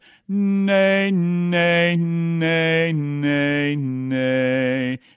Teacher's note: putting the tongue, the pressure of the tongue, against the upper gum ridge, nay, and then when you said the N, your tongue went down behind the bottom teeth, nay, and put a lot of pressure on the tongue against the gum ridge.